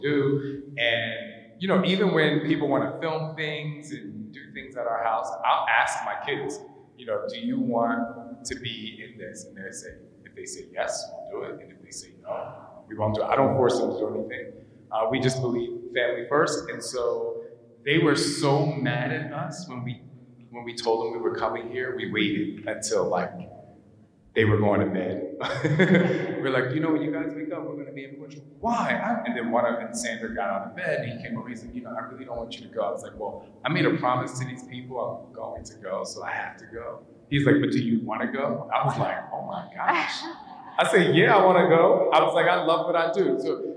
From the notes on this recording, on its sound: The vibrant city of Lisbon as he shares his experiences with guests of his LIVE event. While the audio quality may not be perfect.